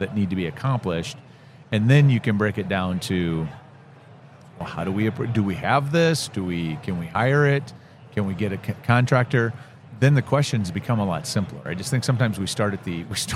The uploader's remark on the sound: Live at the HR tech 2022 conference